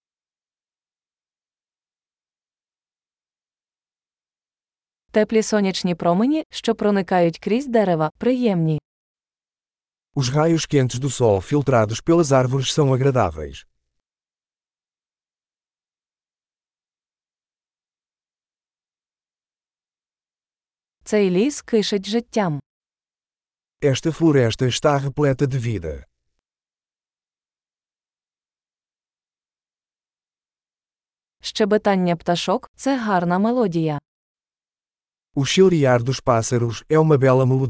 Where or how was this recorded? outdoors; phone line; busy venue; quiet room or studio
outdoors